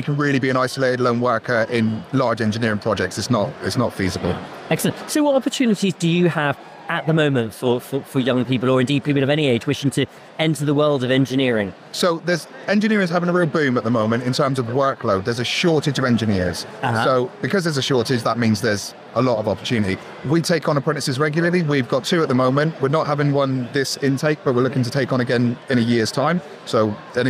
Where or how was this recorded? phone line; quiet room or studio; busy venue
busy venue